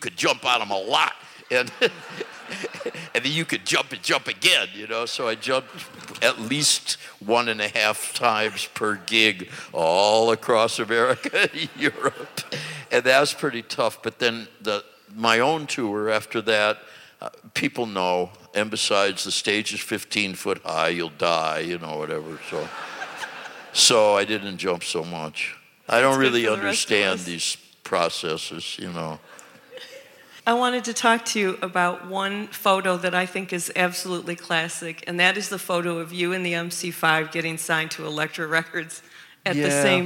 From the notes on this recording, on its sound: in front of an audience